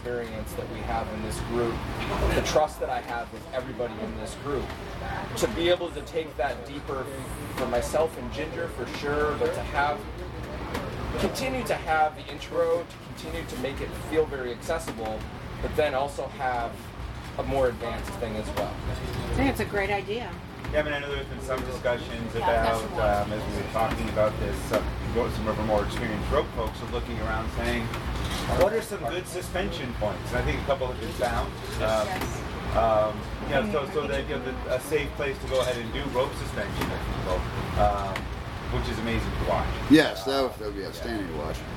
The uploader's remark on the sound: Thirty Naked People And A Microphone. This discussion-group style episode was recorded live on our last full day at the resort.